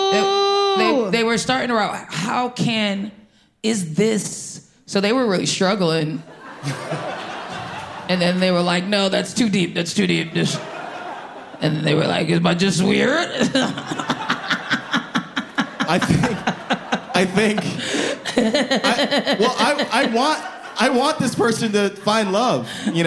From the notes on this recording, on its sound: Live at the Bell House BK (Where else?!). This episode was recorded before the SAG-AFTRA strike.